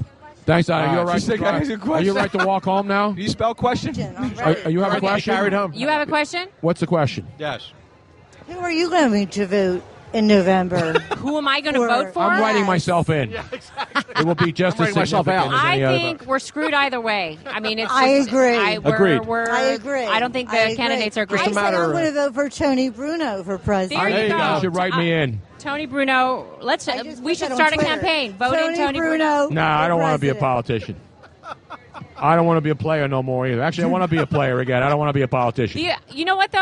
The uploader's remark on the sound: LIVE from #DNC SPhilly After Party